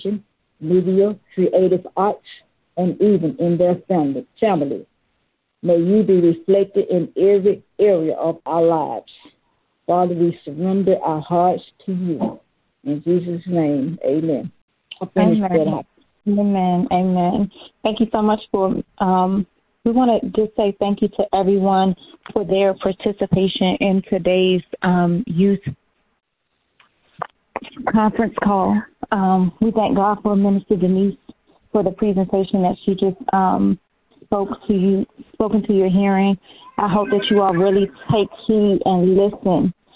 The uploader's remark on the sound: Conference Call